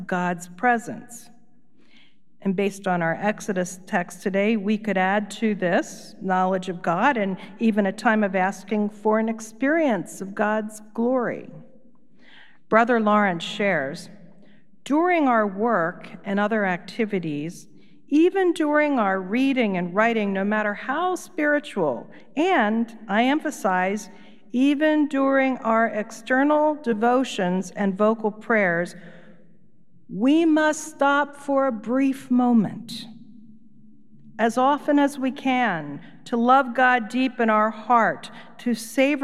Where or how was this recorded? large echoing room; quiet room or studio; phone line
large echoing room